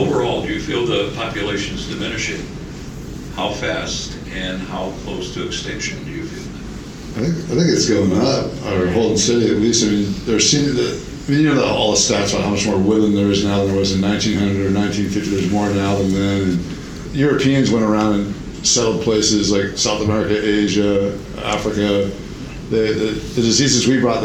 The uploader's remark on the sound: Live from Ohio! Recorded live during the Ohio Bigfoot Conference! Answer questions from the audience.